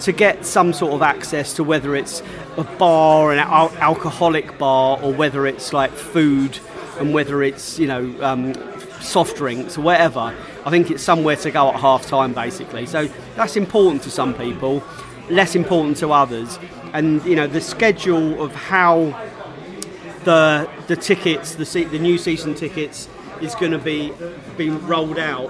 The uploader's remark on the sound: Barnsley pre-match podcast from the pub